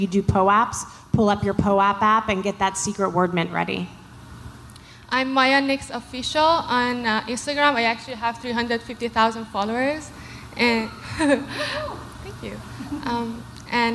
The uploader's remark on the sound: We had the honor of being on a panel with some awesome ladies at NFT.NYC 2022 & we thought we should share some snippets from our conversation. The panelists share their main takeaways with the audience.